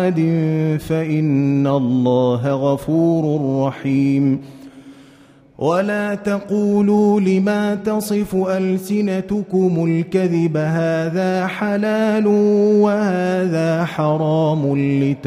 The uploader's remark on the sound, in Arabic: مسجل من صلاة التراويح بمسجد السلام بحي مشرفة بجدة.